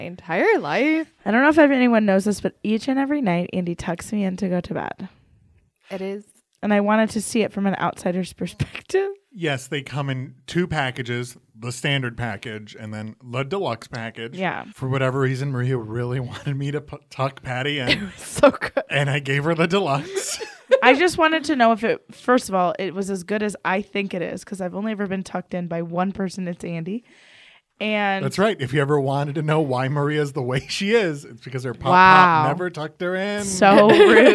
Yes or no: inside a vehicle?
no